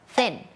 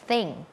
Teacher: เสียงแรกค่ะเป็นเสียงแบบ unvoicedคือออกมาแค่ลมเราเอาลิ้นเนี่ยมาวางตรงกลางระหว่างฟันบนกับฟันล่าง